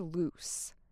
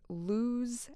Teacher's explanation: Notice that loose ends with a strong S sound, while lose, the verb, ends with a Z sound.